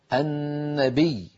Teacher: أدغمنا اللام في النون